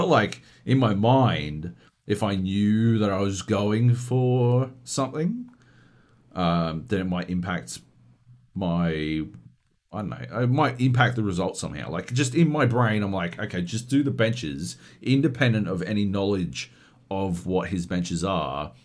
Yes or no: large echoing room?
no